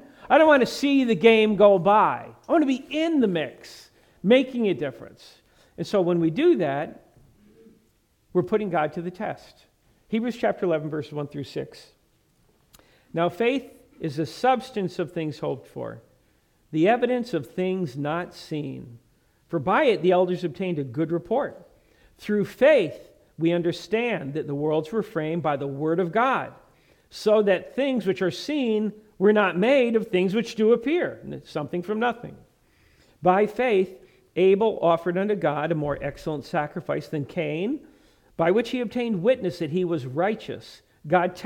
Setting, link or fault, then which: setting, large echoing room